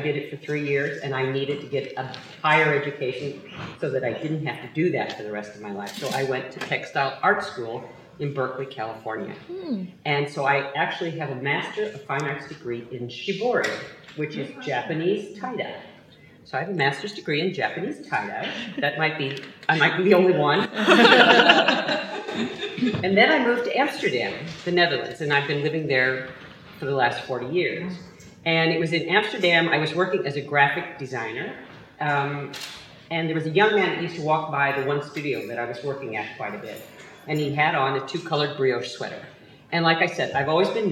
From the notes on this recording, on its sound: Live from Unravel 2017!